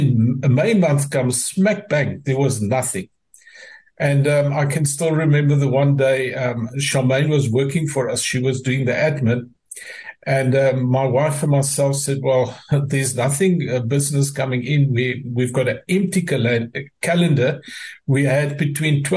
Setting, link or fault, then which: link, video call